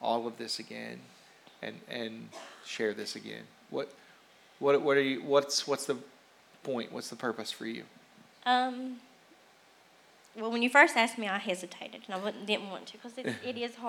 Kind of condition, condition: setting, large echoing room